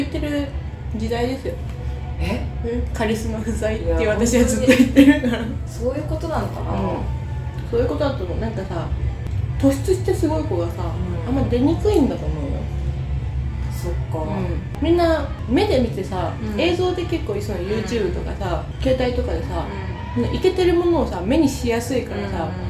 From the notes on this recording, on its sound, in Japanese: 雑音すごくてすみません